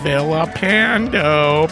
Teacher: pronounced with the L's, making an L sound, not a Y sound